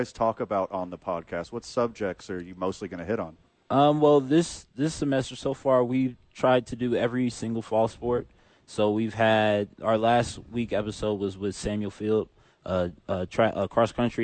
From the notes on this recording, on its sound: Live from the Albuquerque Dukes Store.